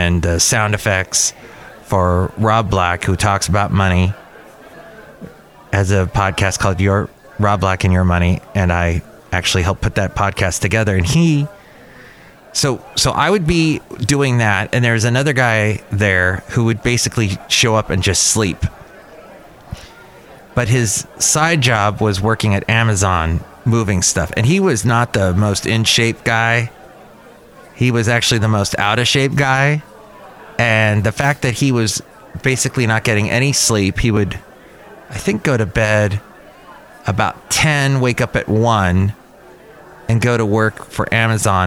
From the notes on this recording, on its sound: podcasts live from Cafe Anyway